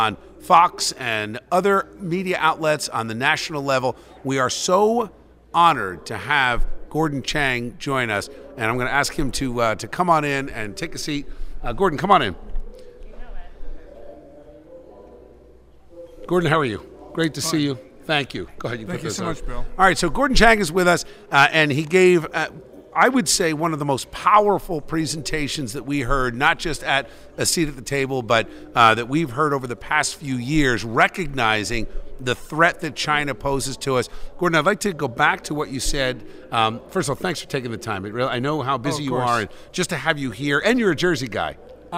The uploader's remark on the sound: Broadcasts live from A Seat At The Table Conference in New Jersey, and brings a cast of rotating guests with him!